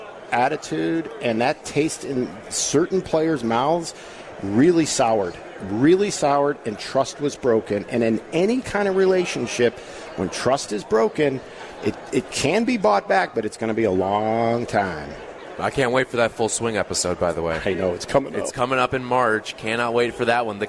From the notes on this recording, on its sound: live in Rosemount, IL, for the Chicago Golf Show